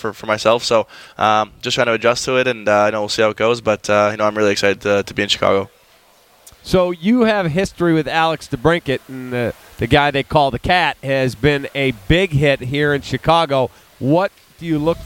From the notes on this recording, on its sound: SportsTalk Live is on location at the United Center for Blackhawks Authentic Fan Night.